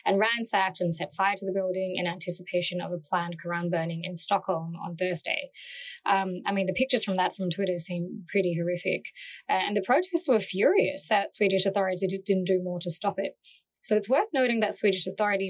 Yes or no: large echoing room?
no